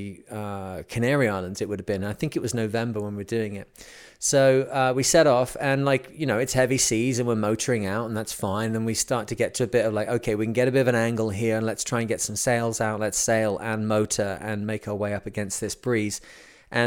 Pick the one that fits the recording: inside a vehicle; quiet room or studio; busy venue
quiet room or studio